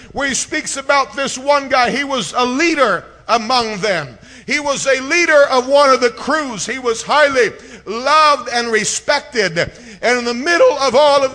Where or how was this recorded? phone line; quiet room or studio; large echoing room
large echoing room